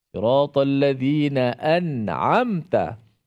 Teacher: izhar syafawi ni baca dia tidak dengung